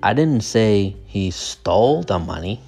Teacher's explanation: The stress is on stole, or the intonation.